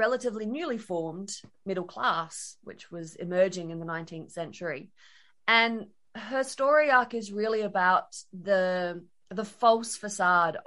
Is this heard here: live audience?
no